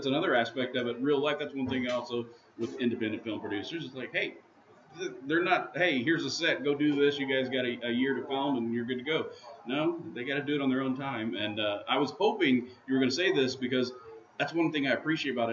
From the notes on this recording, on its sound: Live from the Eagle Theater. Broadcast live from the lobby of the Eagle Theater in Robinson, Il. They conduct interviews in the noisy lobby.